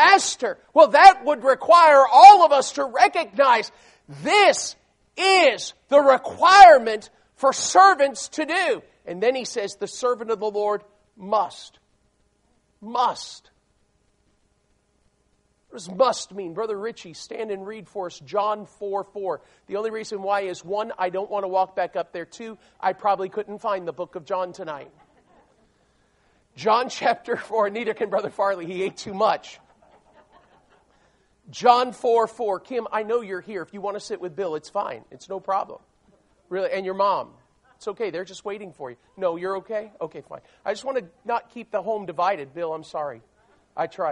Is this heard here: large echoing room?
yes